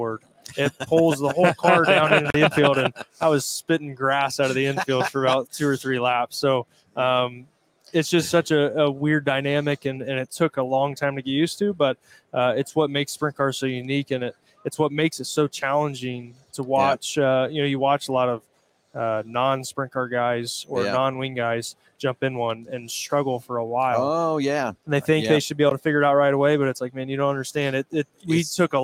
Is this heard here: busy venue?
yes